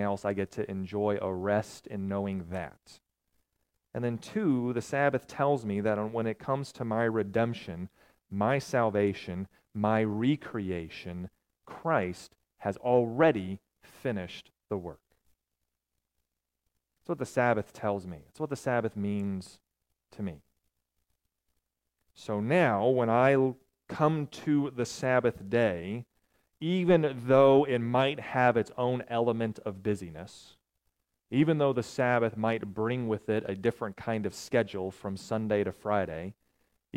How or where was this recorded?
large echoing room